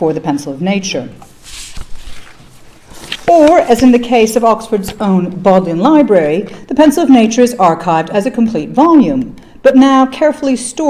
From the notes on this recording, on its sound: Opening remarks on the first day of the conference.